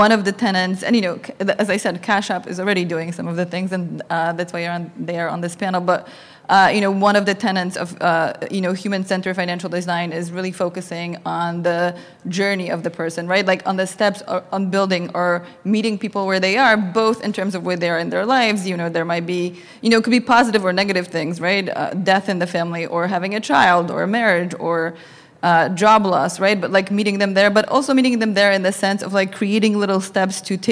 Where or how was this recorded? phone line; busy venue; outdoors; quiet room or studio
busy venue